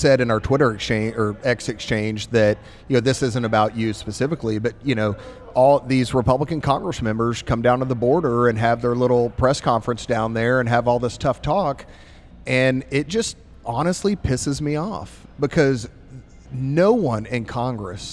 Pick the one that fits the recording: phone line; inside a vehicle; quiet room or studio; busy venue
busy venue